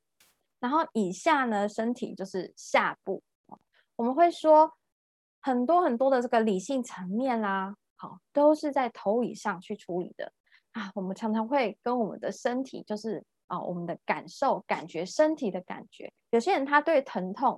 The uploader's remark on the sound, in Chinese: 聊聊好心芹ZOOM線上公益講座。